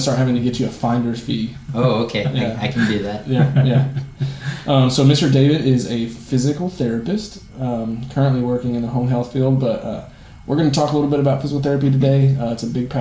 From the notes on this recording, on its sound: Please forgive us for the audio quality in this recording. We didn't realize it until the end that the audio was being recorded from my camera's mic and not our mixer.